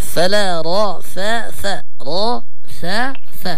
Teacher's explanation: يعني الراء مفخم والفاء والثاء مرققات